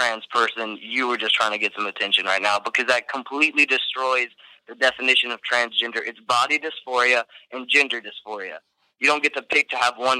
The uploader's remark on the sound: We host our first ever real call-in show type podcast. A big thanks to all the listeners who called.